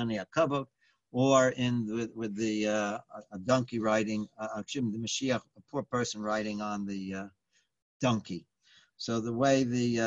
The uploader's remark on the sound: Live On Zoom.